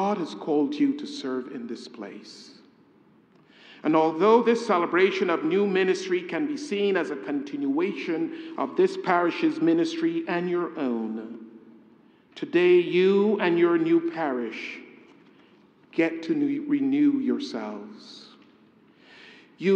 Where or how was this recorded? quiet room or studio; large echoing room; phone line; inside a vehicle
large echoing room